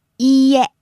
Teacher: And you want to hold the first part because it's a long vowel in there.